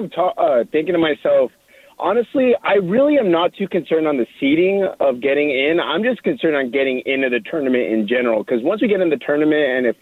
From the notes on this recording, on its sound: Opens up the phone lines for some therapy session.